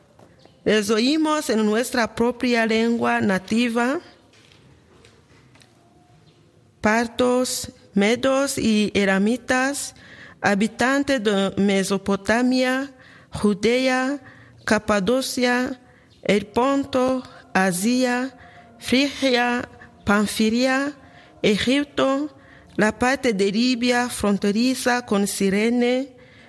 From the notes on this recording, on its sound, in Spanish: retransmitimos desde el Santuario de Kibeho la Santa Misa